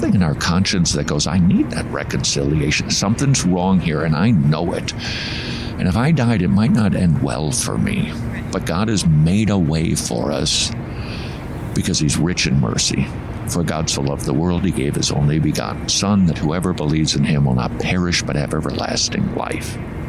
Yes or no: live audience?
no